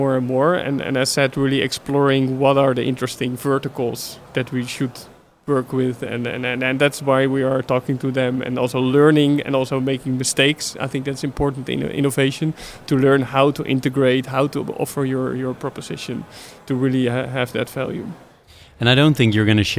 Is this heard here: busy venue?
yes